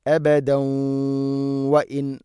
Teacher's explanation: തൻവീനിനെ വ എന്ന അക്ഷരത്തിലേക്ക് കൂട്ടിലയിപ്പിച്ച് മണിച്ചുകൊണ്ട് ഉച്ചരിക്കണം · Term: ഗാംബിഗുന്ന